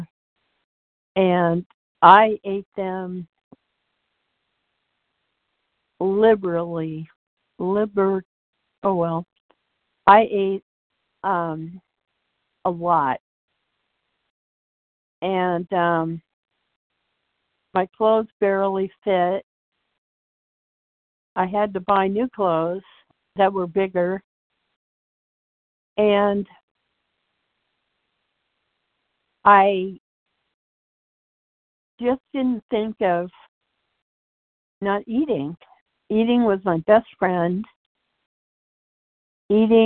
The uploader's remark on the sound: 100 Pounders Phone Meeting